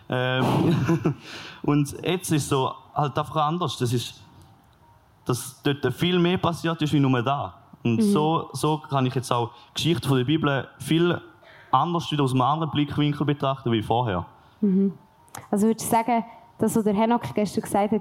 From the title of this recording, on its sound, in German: LIVE vom PraiseCamp